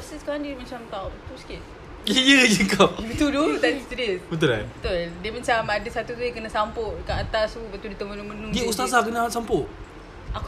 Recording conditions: background noise